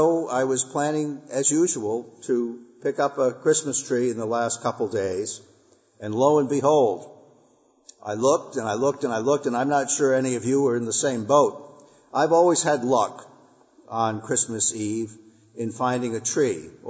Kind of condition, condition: setting, large echoing room